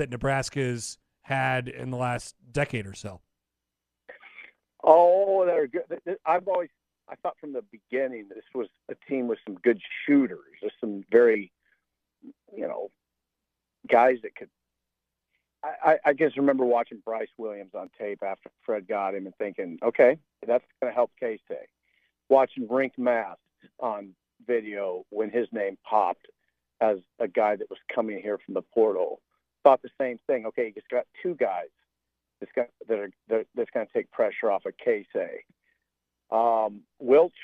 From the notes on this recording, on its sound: calls us while driving